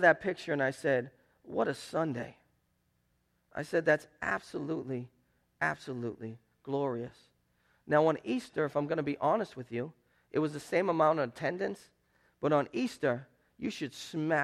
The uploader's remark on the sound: Preached at Restoration Road Church on April 30, 2017. 4 Oak Street in Wakefield, MA.